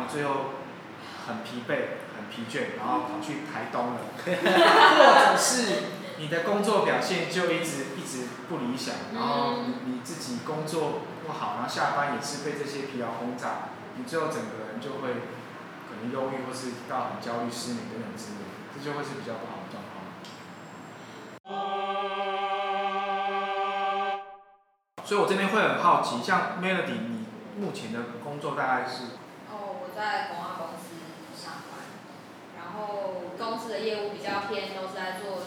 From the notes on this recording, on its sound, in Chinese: 錄音以及內容問題前面幾集還在試錄跟摸索，請大家多多見諒喔